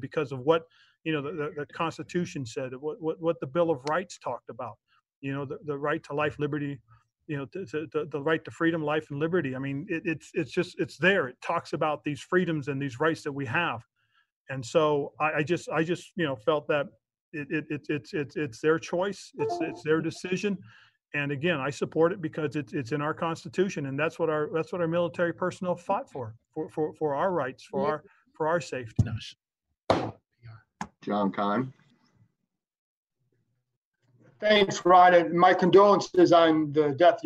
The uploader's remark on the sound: Here is the full audio from this morning's Zoom press call.